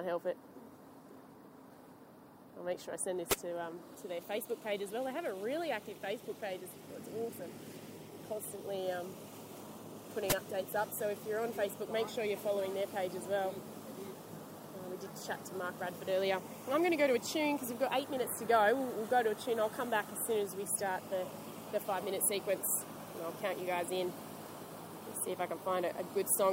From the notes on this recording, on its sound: In this episode we have the commentary of the Land Rover Sydney Gold Coast Yacht Race 2014 start. This was streamed live direct from Sydney Harbour on the CYCA media boat.